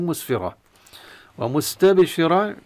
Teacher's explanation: الراء مفتوحة مفخمة، ولا ننسى قلقلة الباء